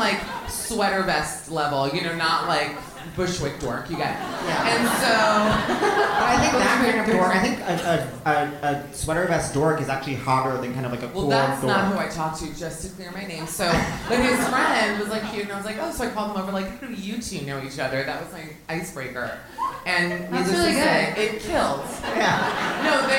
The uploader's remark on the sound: Live From The Bell House